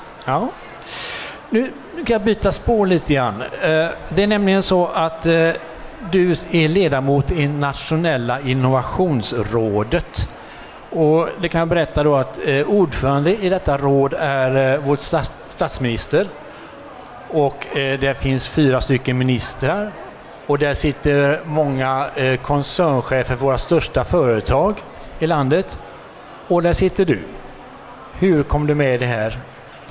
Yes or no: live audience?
yes